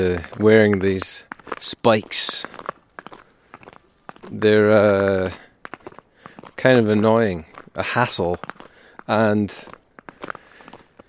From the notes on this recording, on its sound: Trying a slightly different approach this episode - one take when walking to the shops.